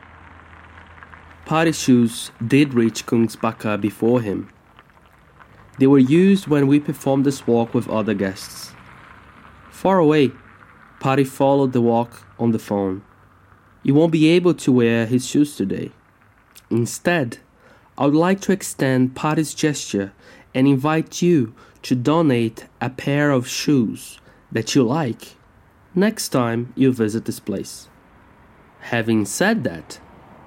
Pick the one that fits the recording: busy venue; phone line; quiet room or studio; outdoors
outdoors